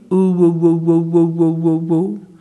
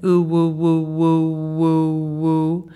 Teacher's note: in that utterance, you can hear the W glide coming in